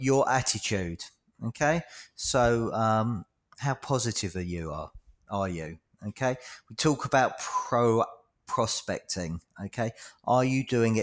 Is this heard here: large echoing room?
no